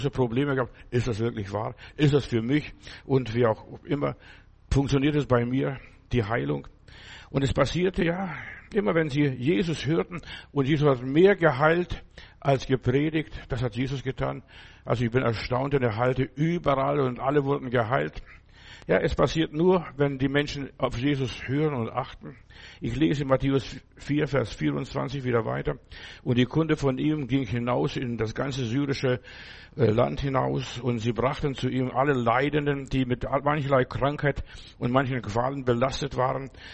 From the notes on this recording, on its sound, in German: im Gemeinde-Zentrum in Berlin aufgenommen